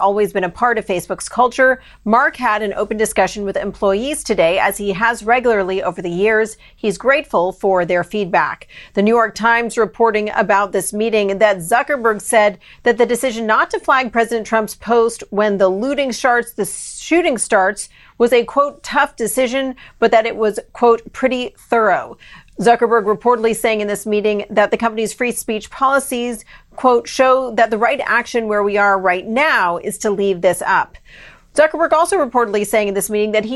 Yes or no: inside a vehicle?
no